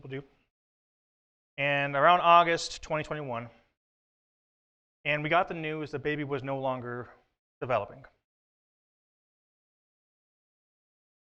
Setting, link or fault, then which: setting, large echoing room